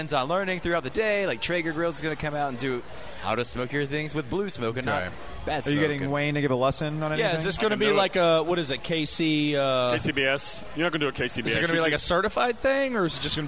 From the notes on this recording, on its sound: Live from White Street Brewing Company. Does a live show.